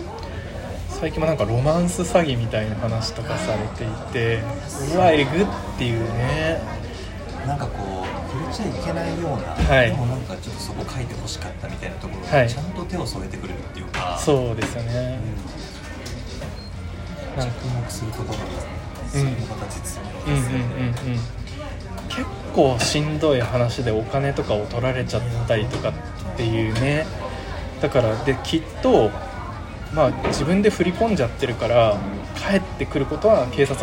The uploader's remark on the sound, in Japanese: 初の野外録音のため、環境音など聞こえづらい点ご容赦ください。